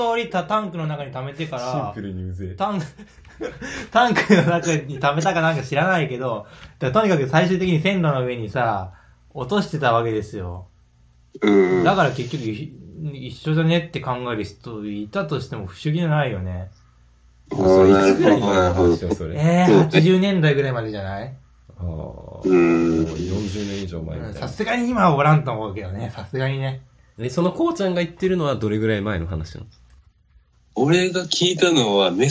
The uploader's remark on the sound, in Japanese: こう側の音質が悪くてすみません。